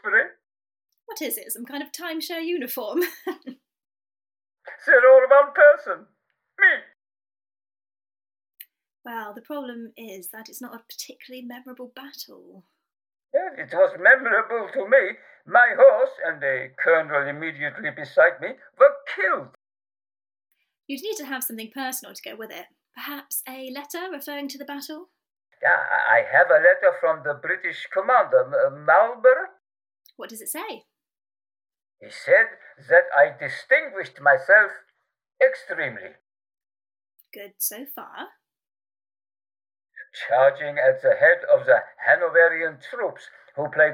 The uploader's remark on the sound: The Lost Tapes of History was recorded remotely during lockdown in late 2020. As such, the actors used what equipment they had available and were limited by their location. This has resulted in variable audio quality.